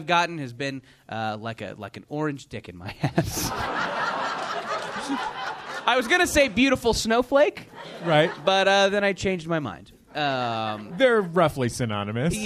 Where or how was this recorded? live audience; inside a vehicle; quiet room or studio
live audience